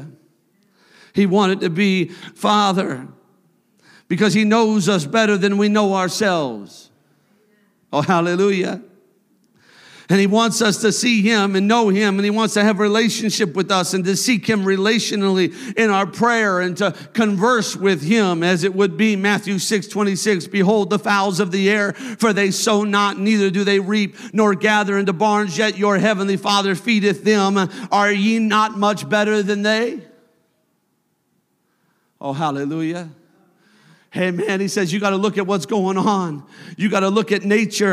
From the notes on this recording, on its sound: a service recording from Connect Point UPC